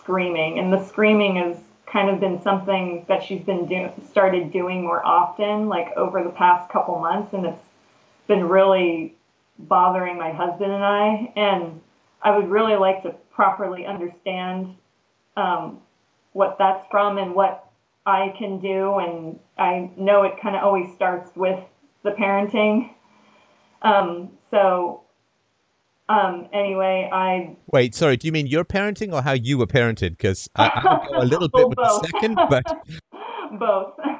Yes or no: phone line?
yes